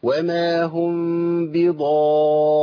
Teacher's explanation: الراء هنا مشدده بالكسر برضو، بس قبلها ضاد مفخمه ومطبقه مستعليه قوي في اعلى درجات الايه، التفخيم، وجي بعدها الف، ده خلاها اقوى.